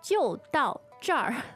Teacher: Okay, and that's 3 fourth tones.